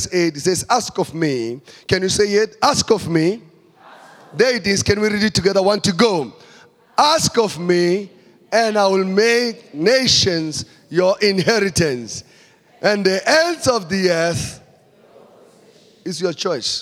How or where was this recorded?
large echoing room